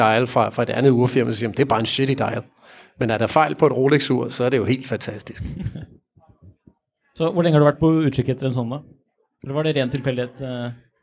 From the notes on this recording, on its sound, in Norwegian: Spilt inn live foran publikum på Oslo Swap Meet. Besvarer noe av publikums spørsmål.